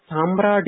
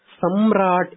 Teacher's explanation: इत्येव शुद्धं रूपम् जकारान्तस्य सम्राज् शब्दस्य प्रथमा एकवचनान्तं रूपं सम्राट् इति तत्र सकारोत्तरम् आकारो नास्ति अपि तु अकारः एव · Shown in: second take